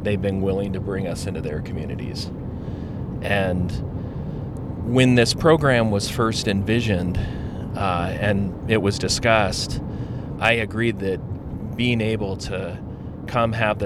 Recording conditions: inside a vehicle